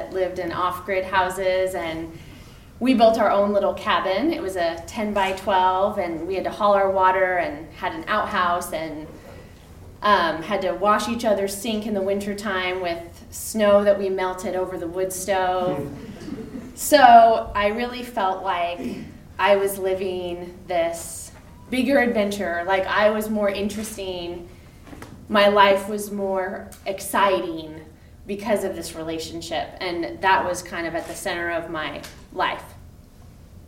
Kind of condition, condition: setting, live audience